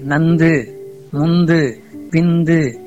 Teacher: மேற்பல்லினுடைய அடிப்பகுதியில நாக்கினுடைய நுனி நன்கு பொருந்த நன்கு அழுந்த இந்த தாவும் நாவும் பொருந்தும் · Term: தன்னகரம்